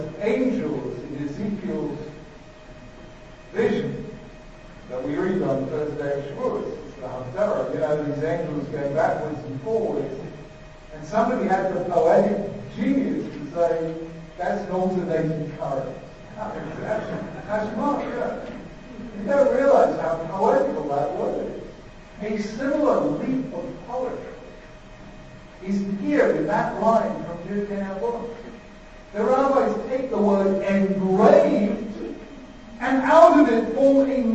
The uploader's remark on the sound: delivered at Yeshiva University